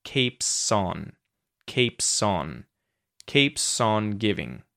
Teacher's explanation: And then lastly, guys, you'll notice that keeps on links together. We've got a consonant at the end of the word keeps, and it joins to the vowel sound at the start of the word on